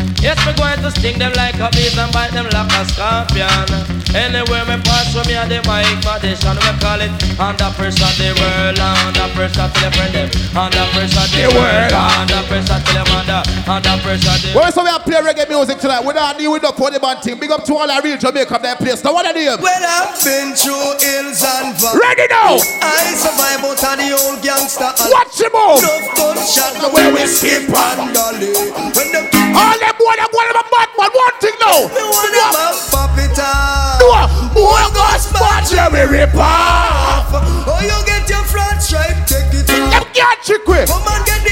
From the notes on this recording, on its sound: JAMAICA INDEPENDENCE BASH AT JAMROCK 8943 LEM TURNER ROAD JACKSONVILLE FL